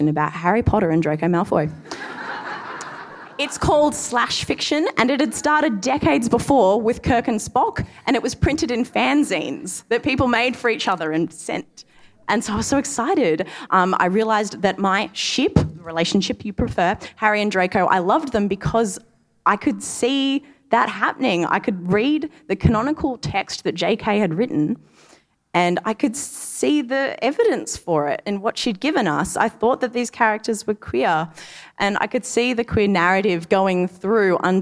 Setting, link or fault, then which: setting, live audience